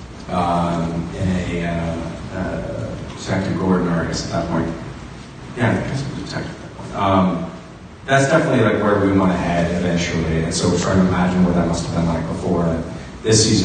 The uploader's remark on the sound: Tumblr HQ Gotham Fan Event. The Gotham Fan Event held at Tumblr Headquarters in New York City. With the audio from the audience question/answer sessions also included.